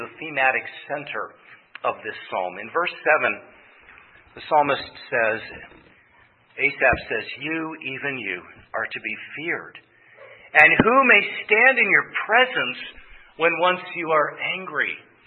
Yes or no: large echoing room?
yes